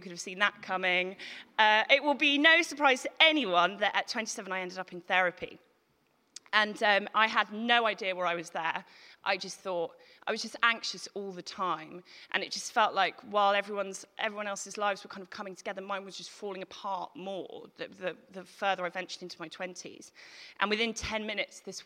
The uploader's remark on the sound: Recorded at The Tabernacle on March 2018.